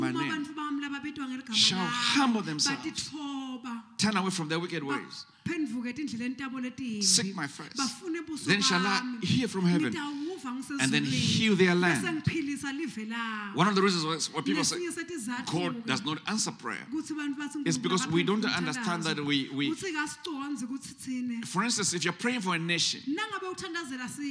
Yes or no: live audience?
yes